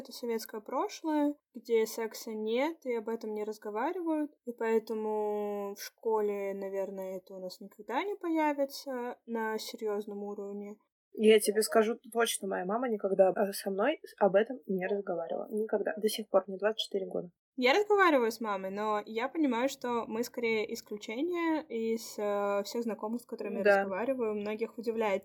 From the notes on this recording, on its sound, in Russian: записывала в неблагоприятных условиях, поэтому просим прощения за звук